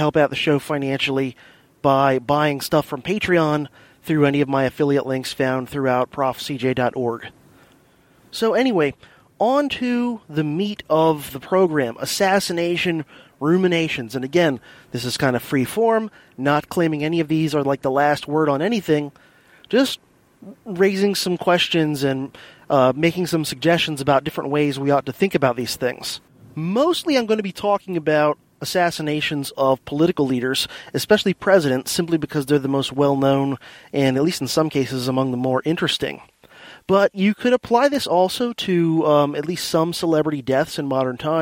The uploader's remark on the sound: I’ve got an episode recorded while commuting in The Silver Bullet (my silver Hyundai Accent hatchback.)